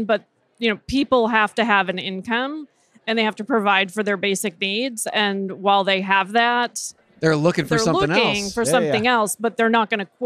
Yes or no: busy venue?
yes